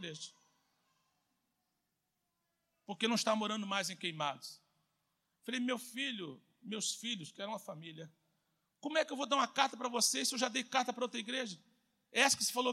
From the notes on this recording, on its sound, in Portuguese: CULTO AO VIVO